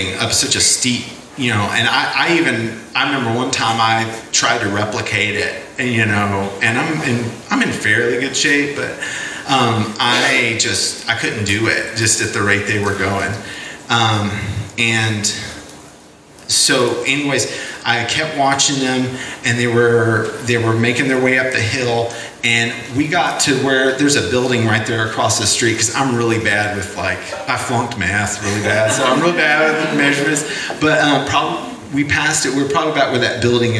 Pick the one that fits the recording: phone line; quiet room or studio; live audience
live audience